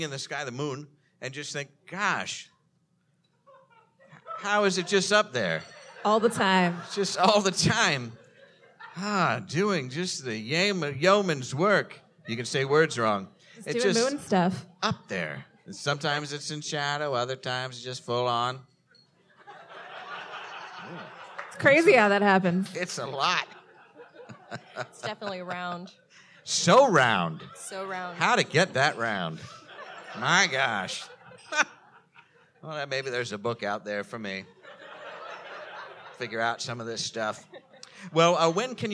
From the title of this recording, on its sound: Live from SF Sketchfest